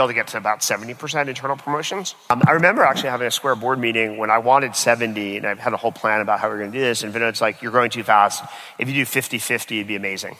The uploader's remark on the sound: This episode was recorded at Saastr Annual 2016